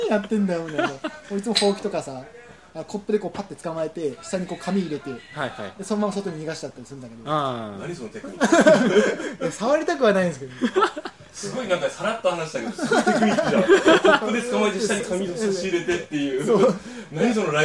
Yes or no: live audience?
yes